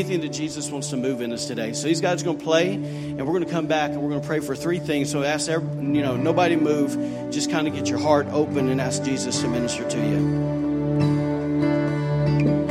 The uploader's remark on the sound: recorded on Sunday, December 23, 2018, during service at The Anchor Church in Rockport, Maine.